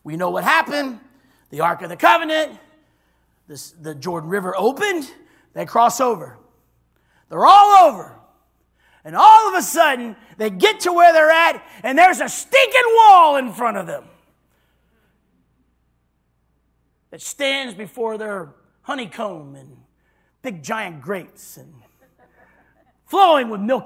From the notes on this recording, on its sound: this was recorded on Wednesday at Abundant Living Ministries